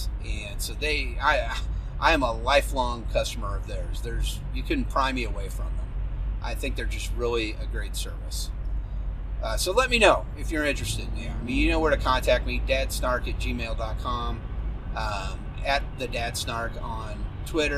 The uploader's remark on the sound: sorry for the sound of my wiper blades scraping across the windshield.